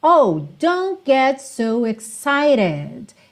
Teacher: esse T aqui do excited, ele usou o som do rarara, uma ligação mais tipicamente americana para manter fluido. E esse E aqui é pronunciado, excited, excited.